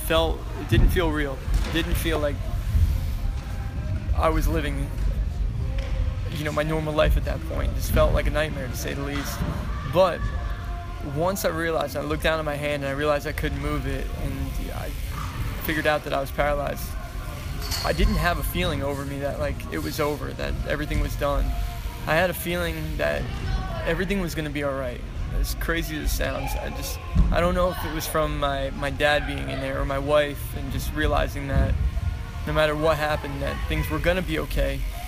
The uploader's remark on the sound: Recording on location at The Incline Club in Lakewood, NJ